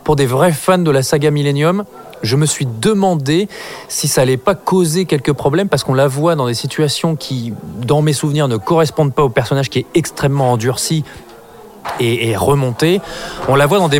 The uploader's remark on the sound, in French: Enregistré au Hurling pub (8 Rue Descartes, 75005 Paris), le vendredi 21 novembre 2018.